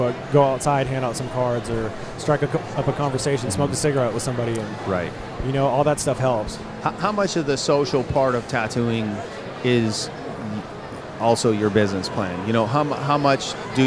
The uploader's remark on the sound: in the Sullen Clothing booth, at the 2015 Musink festival